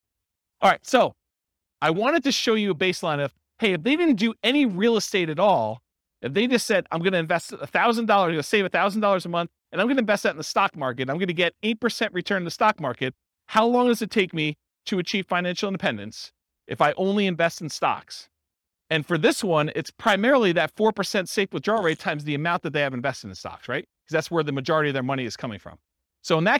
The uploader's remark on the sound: This was a live class recorded